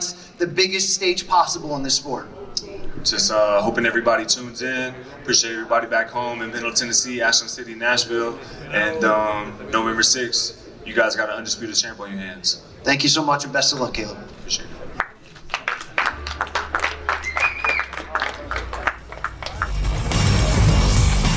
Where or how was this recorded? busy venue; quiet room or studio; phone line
busy venue